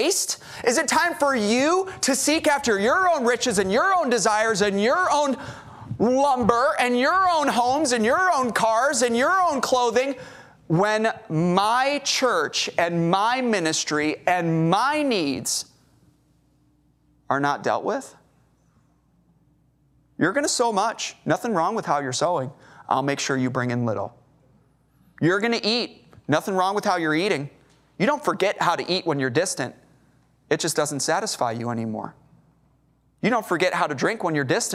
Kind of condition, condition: setting, large echoing room